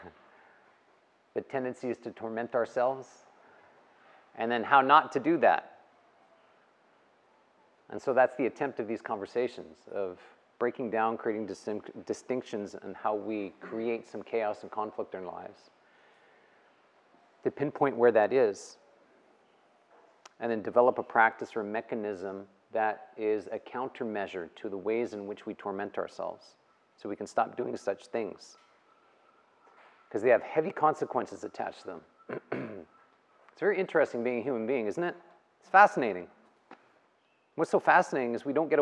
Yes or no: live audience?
yes